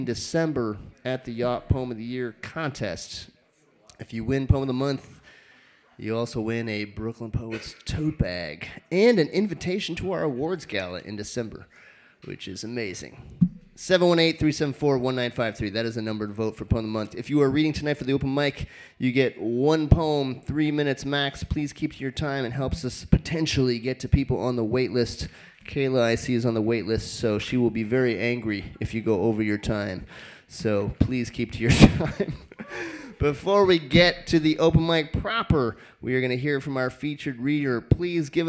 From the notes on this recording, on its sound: Brooklyn Poets Yawp open mic